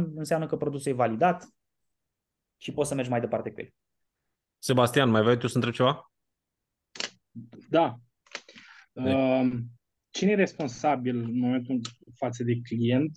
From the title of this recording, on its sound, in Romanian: Conferinta Zoom Saptamanala EcomSchool